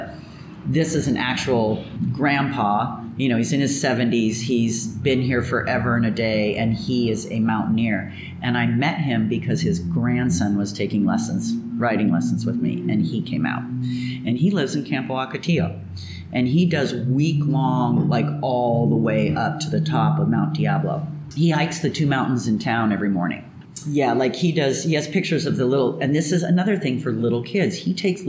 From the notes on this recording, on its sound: A shout out to Cafecito Lindo for allowing us to record our interview in their cafe.